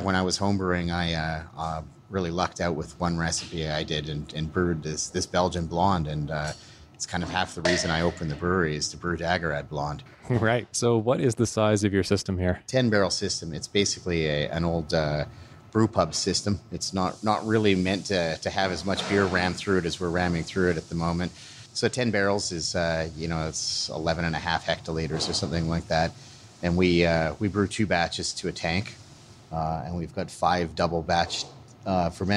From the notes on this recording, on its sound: Recorded on location at Dageraad Brewing, Burnaby, BC